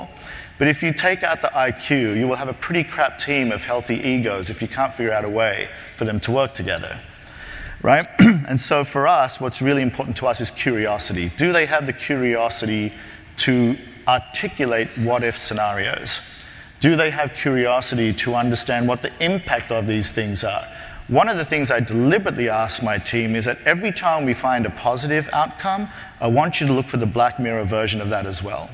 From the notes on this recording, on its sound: In this podcast, first presented at the 9th annual DPharm: Disruptive Innovations conference